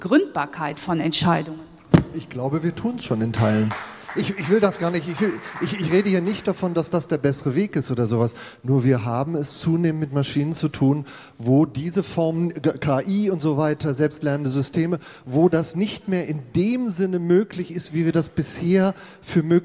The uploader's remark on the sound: The opening panel at #DigitalCharta Con will present the initiative and bring together the authors and critics of the Charter. Together with the re:publica audience.